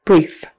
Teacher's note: So brief, it's an F on the end, an unvoiced F. Brief, make it brief with an E, long E in the middle, brief.